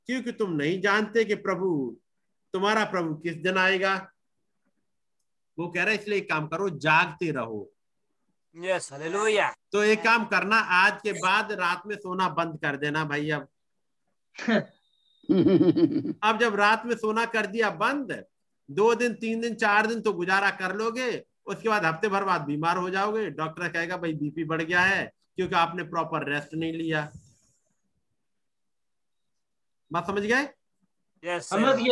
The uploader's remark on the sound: Zoom Meeting